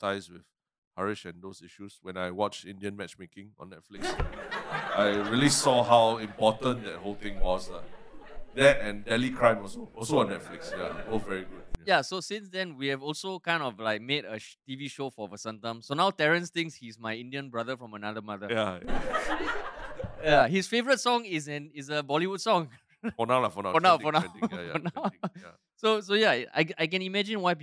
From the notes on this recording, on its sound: Welcome to our first ever LIVE podcast recording, which was recorded as part of Funny Fridays at the National Gallery!